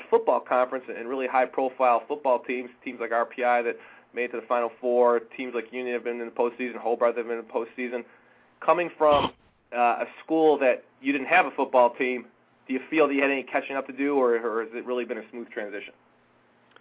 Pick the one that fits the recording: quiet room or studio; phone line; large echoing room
phone line